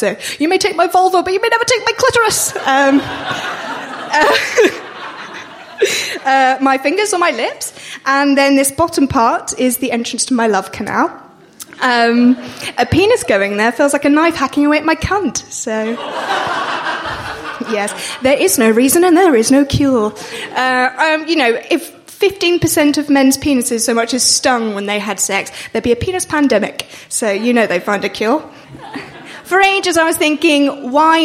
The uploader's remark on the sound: shocking the audience into laughter